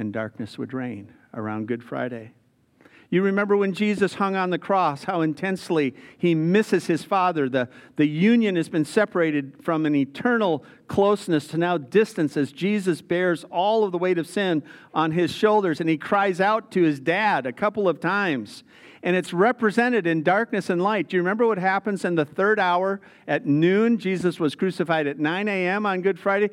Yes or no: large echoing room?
yes